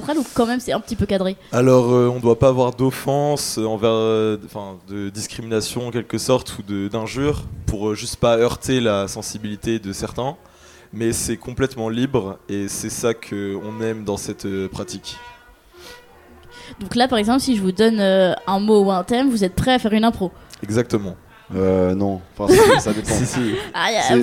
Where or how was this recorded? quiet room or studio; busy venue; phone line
busy venue